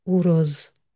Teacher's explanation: Und da ist das auch das S, wie das Summen einer Biene. Das ist das stimmhafte S, mit dem eigentlich im Protogermanischen die S-Lautworte enden.